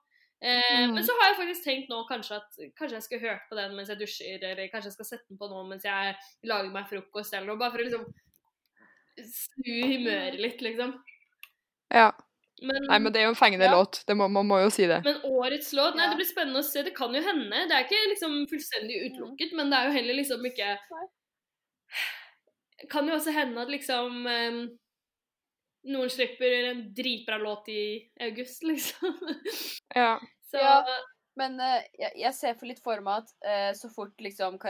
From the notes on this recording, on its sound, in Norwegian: vi innser også at lyden er for dårlig for lufta